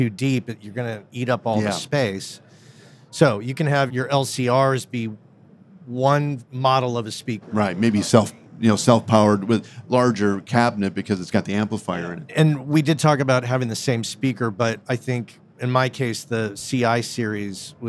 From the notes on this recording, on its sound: LIVE From NAMM 2024. Live from the PMC Booth at NAMM.